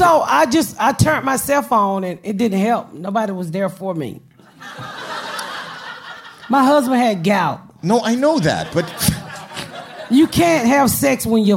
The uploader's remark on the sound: Live at the Just For Laughs Festival. It is the first live recording of the Patdown! Take the stage at the Just for Laughs Festival in Montreal, Canada in front of a live audience.